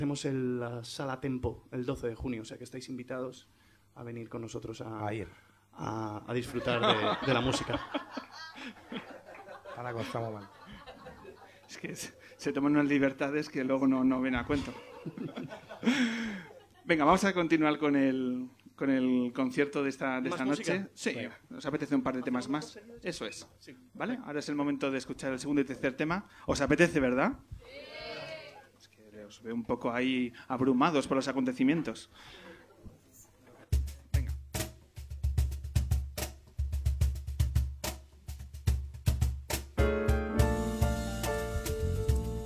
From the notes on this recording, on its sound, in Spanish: Atentos a la sorpresa que nos regala el público lunero a lo largo del concierto.